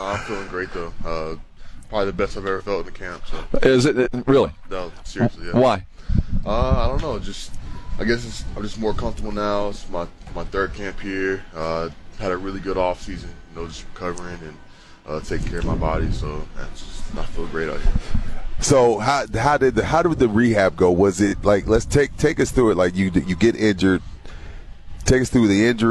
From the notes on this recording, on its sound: Live from Dallas Cowboys Training Camp. Live from Dallas Cowboys Training Camp.